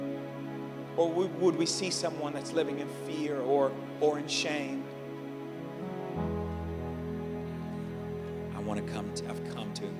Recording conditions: large echoing room